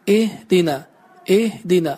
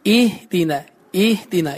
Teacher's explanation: Biz bilirik ki, kəsrə səsini tələffüz etdikdə dodaqlar tam kəsilərək, sınaraq kəsrə səsi, yəni i səsi alınır. Və dodaqları düzgün bir şəkildə sındırmadan tələffüz etdikdə i səsi əvəzinə ı səsi də almaq olur · Shown in: first take · Və bəzən də biz oxuyuruq ihdinə, ihdinə.